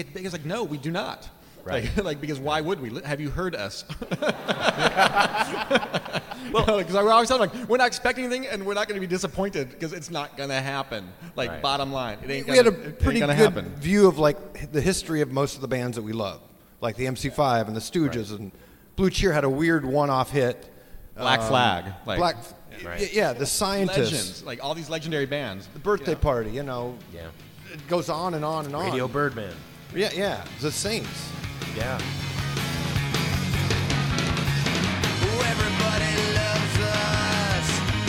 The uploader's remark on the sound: Performs in front of a hometown Seattle audience.